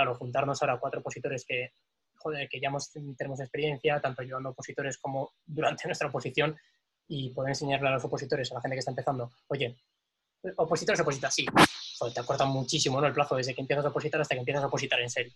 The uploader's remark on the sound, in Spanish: nos hemos reunido cuatro amigos por vídeo-llamada